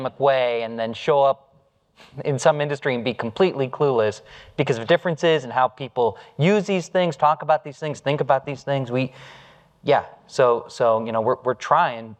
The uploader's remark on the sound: Live from Datapalooza